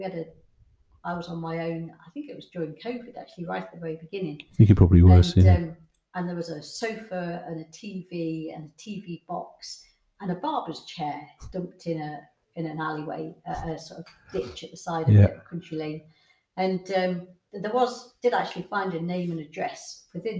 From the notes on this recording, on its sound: Apologies for sound quality we had some tech issues